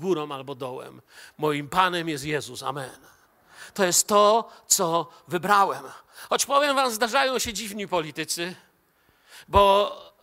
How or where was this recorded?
large echoing room